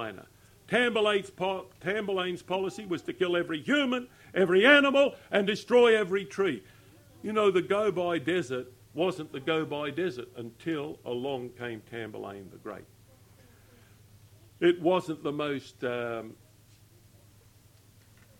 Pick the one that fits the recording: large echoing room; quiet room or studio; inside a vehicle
large echoing room